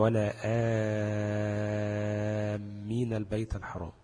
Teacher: فناخد بالمد اللازم ونسقط مد البدل، يعني آمين دي تمد كام حركة؟ 6 حركات · Term: مد لازم